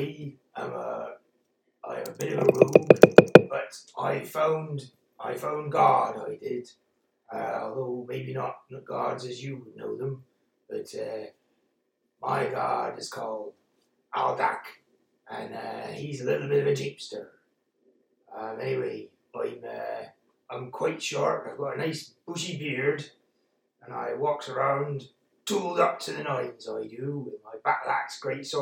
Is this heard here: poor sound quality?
yes